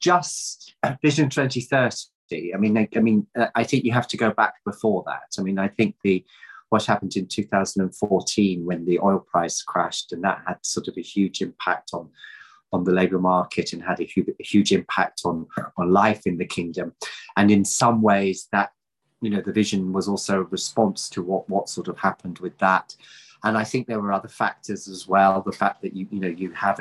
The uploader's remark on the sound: This public talk was conducted online via Zoom.